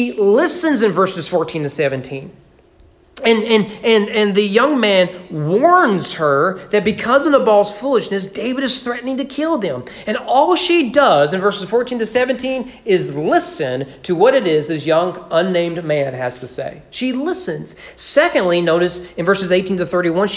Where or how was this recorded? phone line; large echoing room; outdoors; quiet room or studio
large echoing room